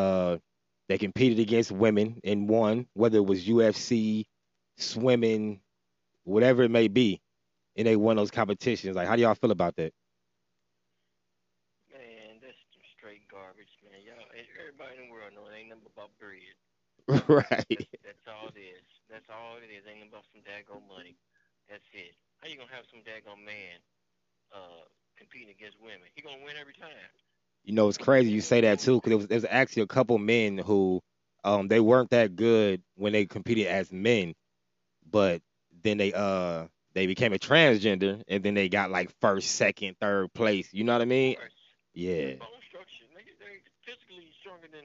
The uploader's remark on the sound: Had two guest over the phone today